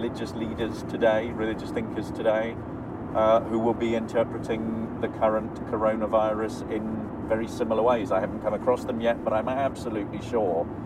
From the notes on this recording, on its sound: Impromptu brain explosion recorded in the car! (so apologies for not ideal sound quality).